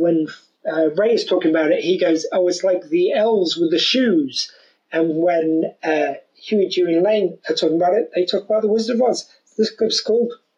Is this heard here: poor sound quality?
yes